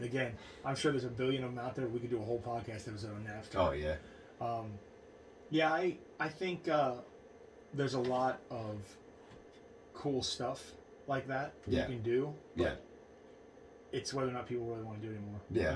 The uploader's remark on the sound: sorry about the less than 100% audio quality, we had a mishap with the recording and had to pull the sound from our video feed